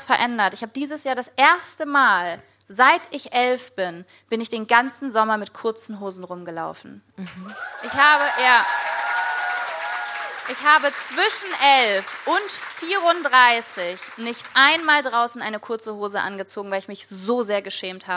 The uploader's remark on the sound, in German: LIVE in FFM. Das alles gibts in adeligster Gesellschaft und mit atmosphärischen Lachern aus dem Publikum.